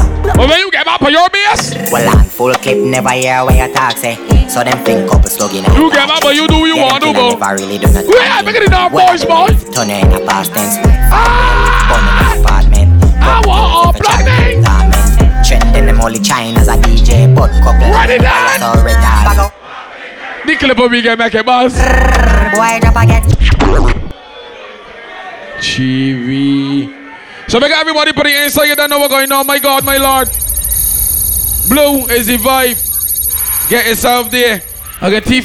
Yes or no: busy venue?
yes